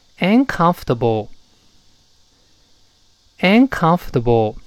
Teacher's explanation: 注意那个 o r 在这是不发音的啊，理论上有，但是读不出来。跟老师读一遍，uncomfortable，uncomfortable。哎，注意 comfortable 那 or 不发音。像这些知识，extremely 在新概念三册第五课讲过，uncomfortable 这个不发音，在三册的第十三课是我别害怕里面都讲过。注意这些小的地方哦，哎。一砖一瓦就构造出咱们